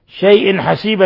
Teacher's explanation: تنوين كسر جاء بعده الحاء الحكم التجويدي إظهار حلقي